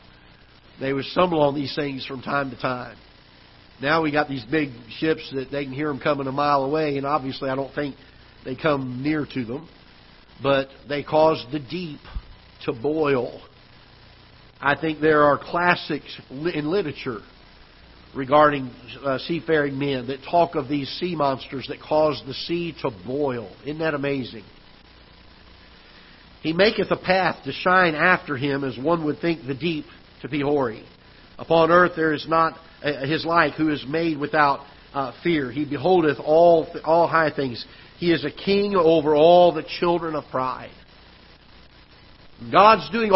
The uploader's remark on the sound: Ketha Heights Baptist Church ~ Live Broadcast